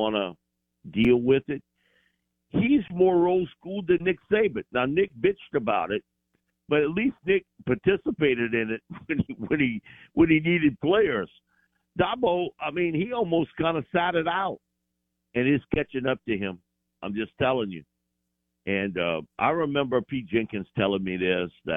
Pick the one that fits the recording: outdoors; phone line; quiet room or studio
phone line